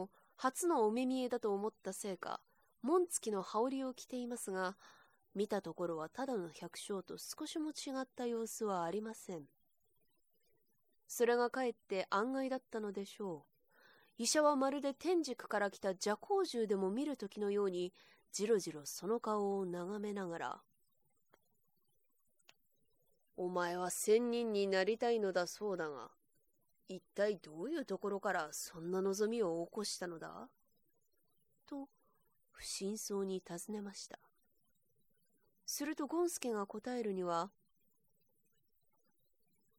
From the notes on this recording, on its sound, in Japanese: 自宅録音ですのでノイズなどはご了承くださいませ。